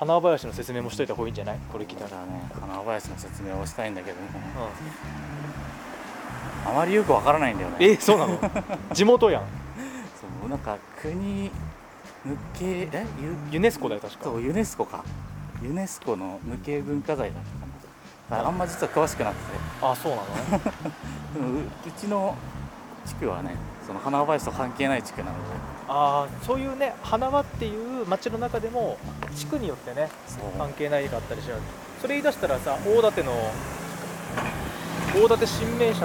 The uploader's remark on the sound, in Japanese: 鹿角市毛馬内でロケ収録。今回は秋田県鹿角市の毛馬内で街ブラしながら収録。